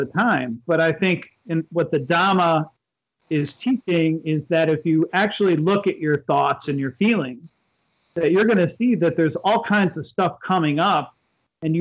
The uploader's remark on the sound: skype calls on this channel